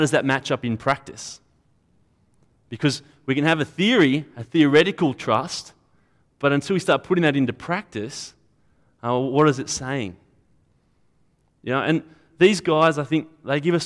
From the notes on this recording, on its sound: At a Church in the Graveyard service